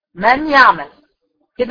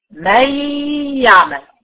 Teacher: بنقل من الميم على الياء على طول · Shown in: second take · Term: ادغام